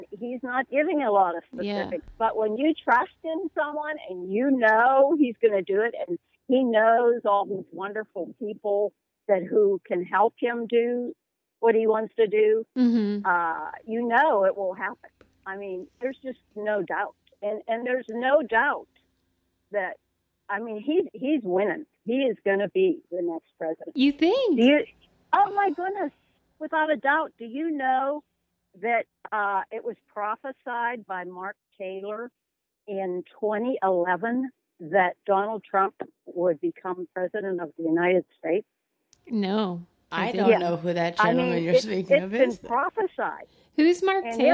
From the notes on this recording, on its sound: enjoy this phone call